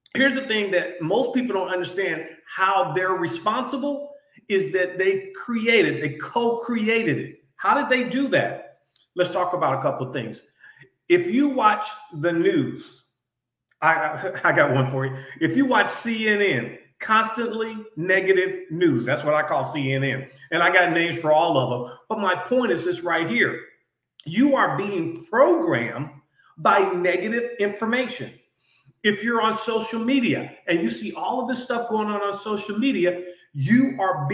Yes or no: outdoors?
no